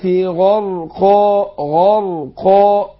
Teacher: الحلقة اللي فاتت، فاقول غا غرقا، فكل الحروف هنا ايه مفخم، الغين مفخم والراء مفخم عشان ساكنه ما قبلها مفتوح، والقاف من حروف الاستعلاء والالف تابعه لما قبلها، فالقاف مفخمه